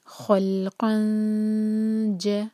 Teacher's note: خل خواہوی ہے اور لام پر سکون، تو میک شیور کی لام پر جھٹکا نہ آئے. خلقا، قاف کی جو فتح کی تنوین ہے وہ سلائڈنگ ہے، آگے ہے جیم، تو ہم اخفاء کریں گے اور جیم کے لیے زبان تیار کریں گے.